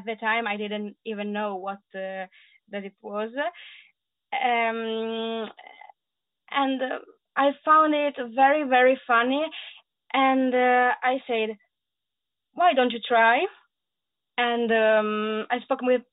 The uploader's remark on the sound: On the Phone